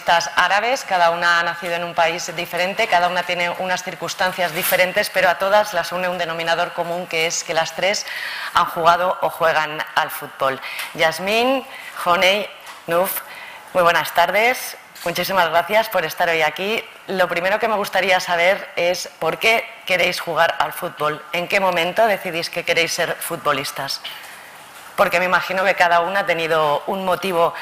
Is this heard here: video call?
no